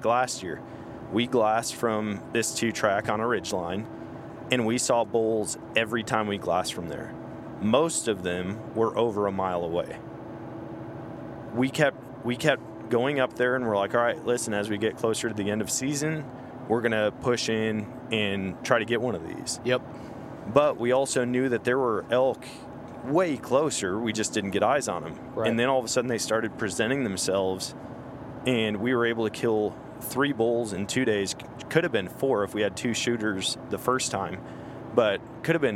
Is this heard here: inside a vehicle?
yes